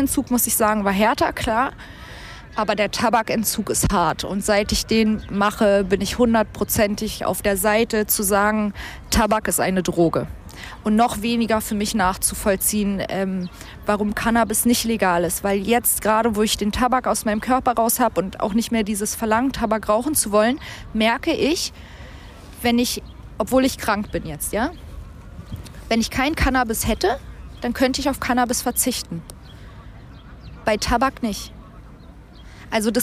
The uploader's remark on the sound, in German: Ohne Gast, ohne Team, ohne Zuschauer nur Ich, das MIC und die Natur.